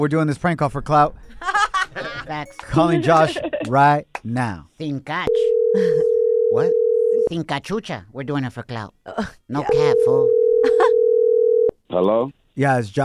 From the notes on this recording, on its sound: We opened up the phone lines